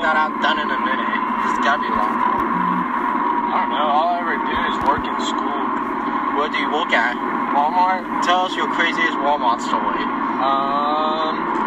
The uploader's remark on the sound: This is the first ever recorded episode of Konvos. The audio quality is awful.